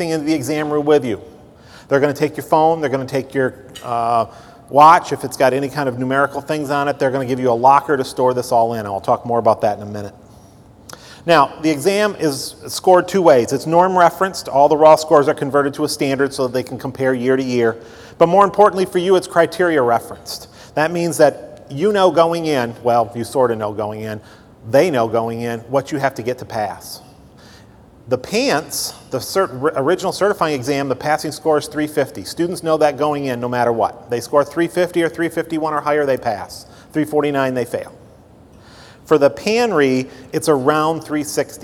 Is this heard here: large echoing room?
yes